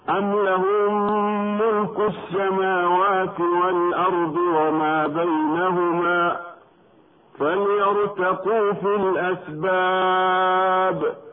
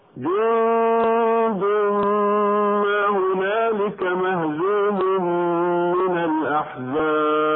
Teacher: استمعنا إلى حروف القلقلة الساكنة عند الوقف مائلة إلى الفتح مع شدتها وقوتها، وهي أقوى منها حال الوصل إذا وجدت أثناء الوصل.